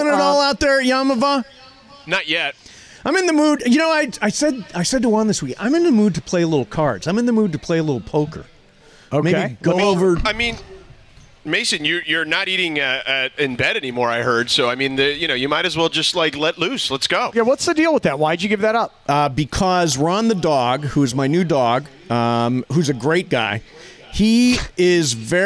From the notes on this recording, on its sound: we are are LIVE from Yaamava Casino & Resort